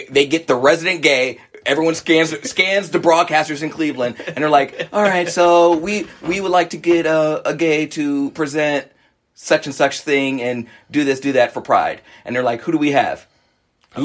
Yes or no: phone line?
no